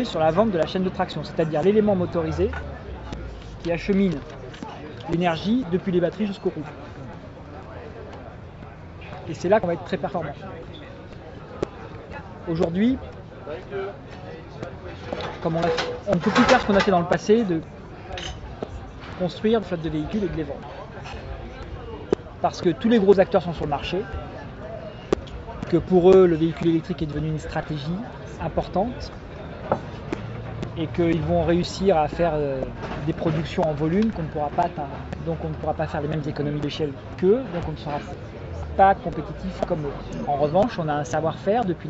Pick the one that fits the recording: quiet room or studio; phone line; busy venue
busy venue